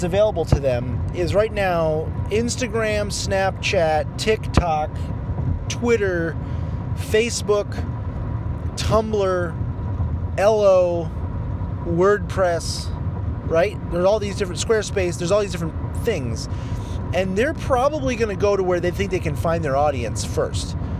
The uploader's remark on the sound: while driving (sorry for the audio quality) I recorded a quick audio bit